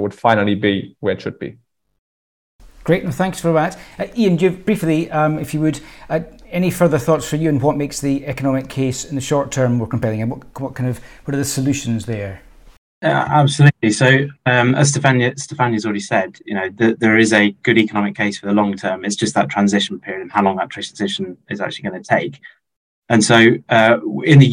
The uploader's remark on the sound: Please note that this is an audio recording of a webinar containing slides and presentations. This live virtual event featured updates of progress to date and deep dive into some case studies.